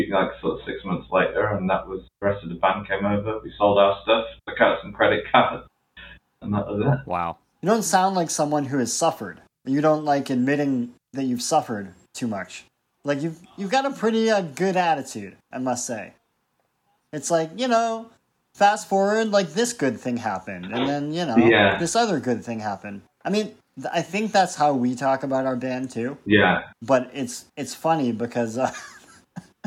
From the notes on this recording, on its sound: Originally taped a year ago in Spring of 2022 (so excuse the sound quality!).